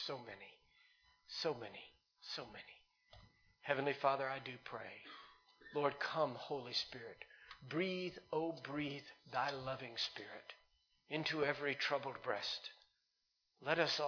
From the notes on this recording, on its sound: Recorded live in Liberty Church in 2019